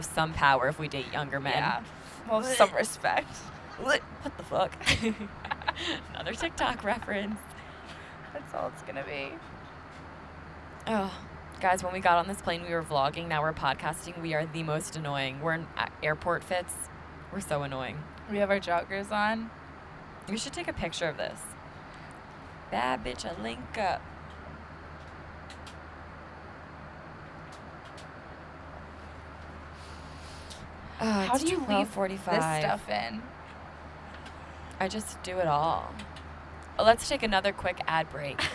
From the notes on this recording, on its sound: We recorded this while I was on my flight to Jamaica. Decided to bring out the mics and record an episode to take my mind off of it even more and it helped so much.